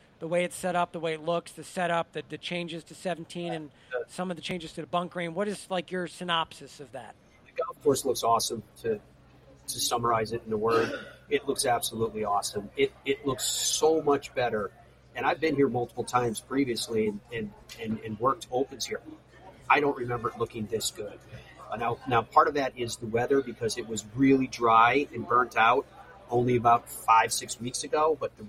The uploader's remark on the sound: We broadcast live from Royal Liverpool